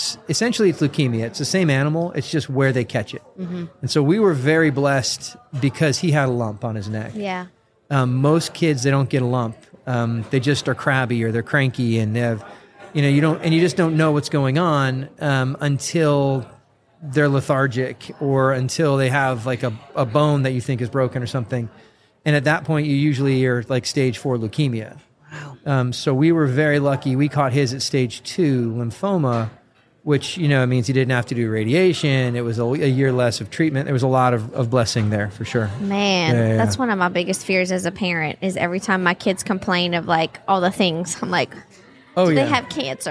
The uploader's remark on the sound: Live from Steubenville South